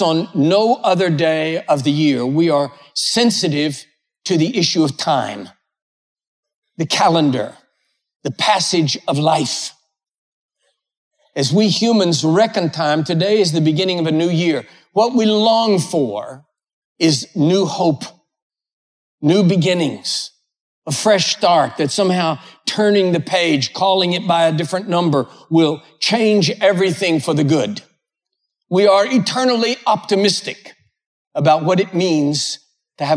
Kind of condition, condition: setting, large echoing room